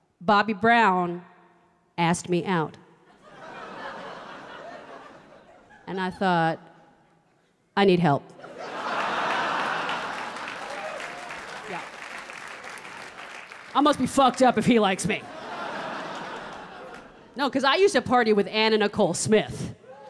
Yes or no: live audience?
yes